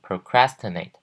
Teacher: 重音是在第二个音节 crastinate 这边